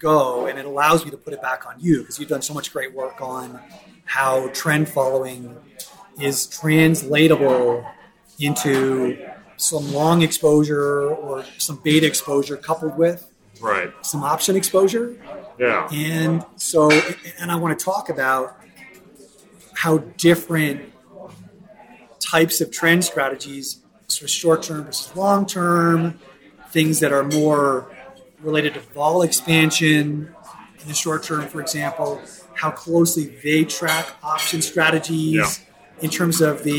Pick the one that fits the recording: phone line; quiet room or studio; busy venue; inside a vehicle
busy venue